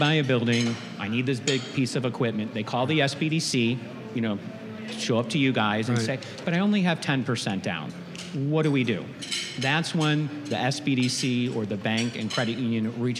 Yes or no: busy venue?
yes